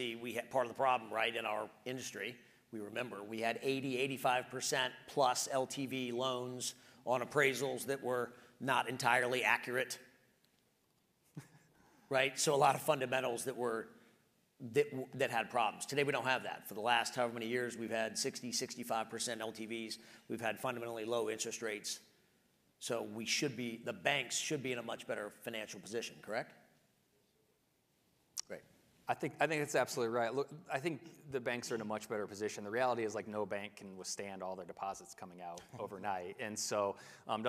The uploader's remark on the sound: One of the most popular sessions held each year at the HUNTER Conference, Wall Street Talks.